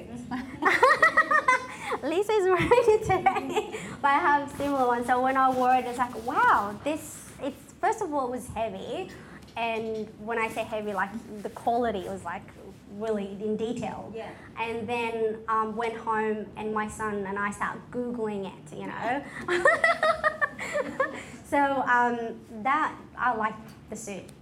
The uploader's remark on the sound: A live broadcast of The Style Edit , the fundraising event. A live broadcast of The Style Edit , the fundraising event I hosted and produced in association with DFS Sydney and in celebration of International Women’s Day.